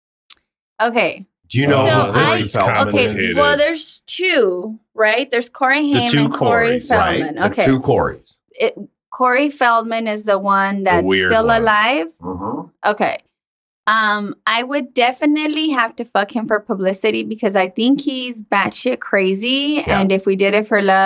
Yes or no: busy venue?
no